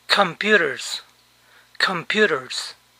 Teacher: Noten que en la pronunciación la S suena como una Z inglesa. Z. Hay otros casos en que suena como una S.